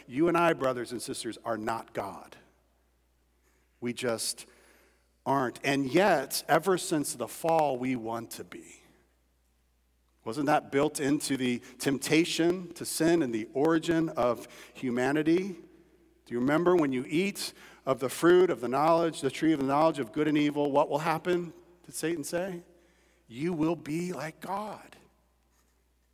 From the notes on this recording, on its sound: At Redeemer Church on February 27, 2022. Was preached from Matthew 6:25–34 at Redeemer Church.